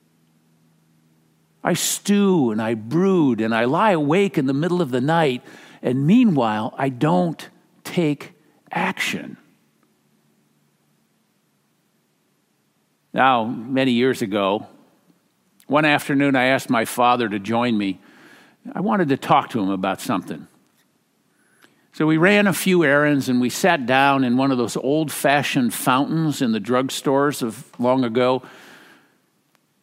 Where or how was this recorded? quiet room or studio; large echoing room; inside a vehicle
large echoing room